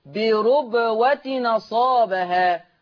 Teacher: الساكن هنا التنوين، يبقى حرك التنوين بحركة الهمزة، فالتنوين هنا هيتنطق، ما هو التنوين ما هو إلا نون، فهنطق هنا هتبقى نون مفتوحة هكذا، بربوة نصابها.